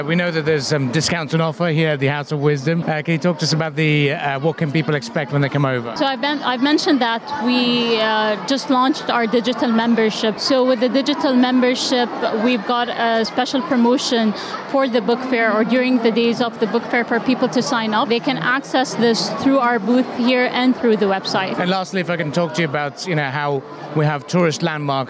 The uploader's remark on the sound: Live from SIBF 2023.